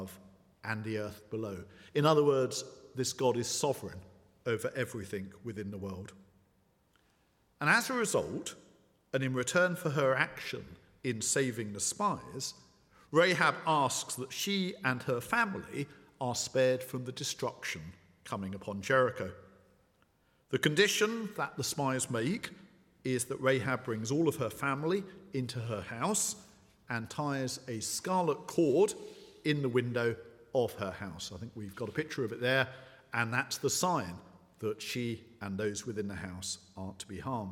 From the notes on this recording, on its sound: at the 11 o'clock service